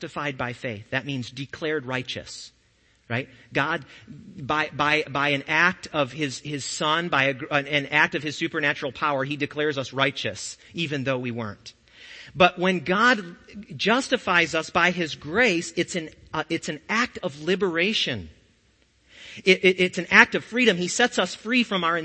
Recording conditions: large echoing room